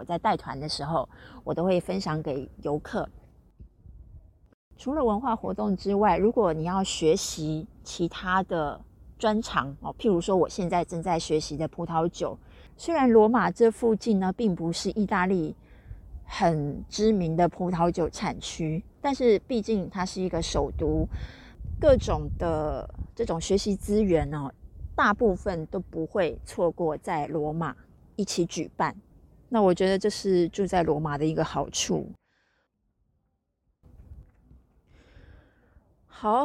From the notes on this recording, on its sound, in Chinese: 羅馬終於有出現一個整天的晴朗了！臨時起意來到附近的大公園試試看錄音效果，聽起來不會是室內那樣乾淨的錄音效果，但絕對自然哈哈。其實已經努力修掉一些可能不舒服的聲音了。